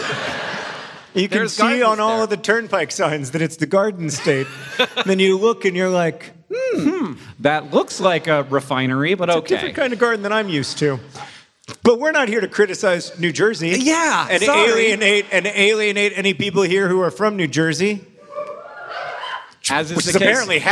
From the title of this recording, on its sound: Live in Raleigh, NC!